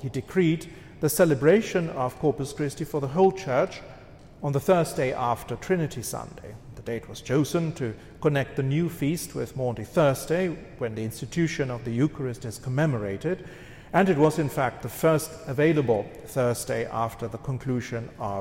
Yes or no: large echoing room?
yes